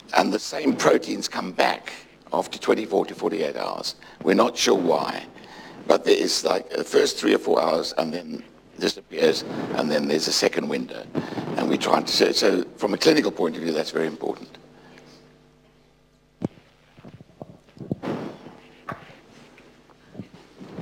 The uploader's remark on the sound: UCL Lunch Hour Lecture